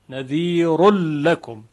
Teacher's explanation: اینجا حرف را نمیتونه در لام ادغام بشه، یعنی نذیل لکم غلطه.